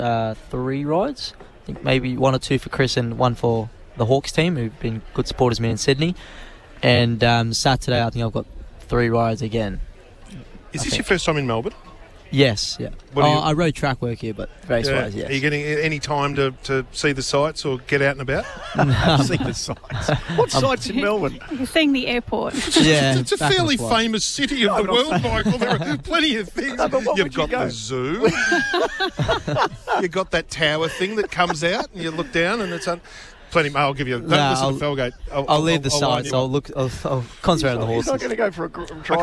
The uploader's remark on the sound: live from the Cox Plate barrier draw